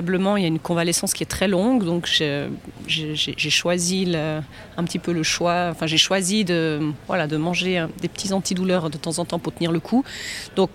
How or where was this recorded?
busy venue